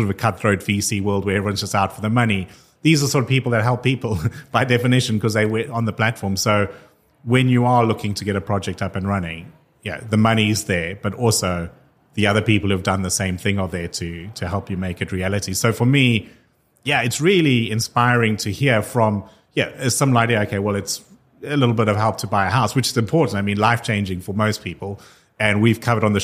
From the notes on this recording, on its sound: Recorded yesterday in front of live audience at Money2020 Europe.